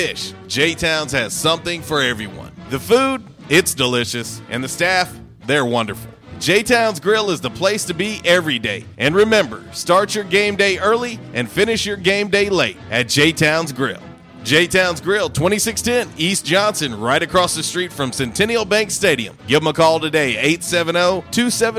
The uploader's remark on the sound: LIVE from J’Town’s Grill!